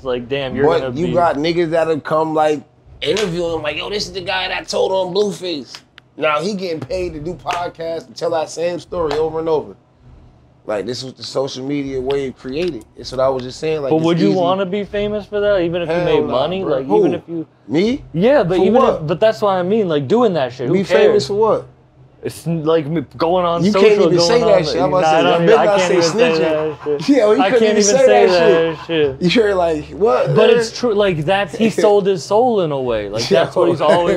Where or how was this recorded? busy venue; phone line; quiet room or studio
busy venue